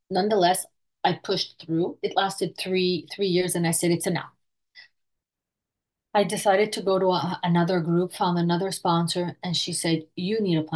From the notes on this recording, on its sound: Recorded at the Recovery From Relapse Special Focus Meeting Tuesdays at 6am PST/9am EST/2pm GMT Meeting ID